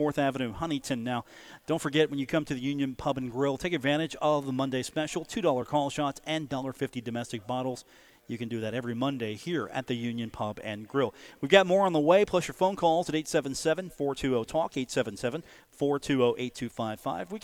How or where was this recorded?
busy venue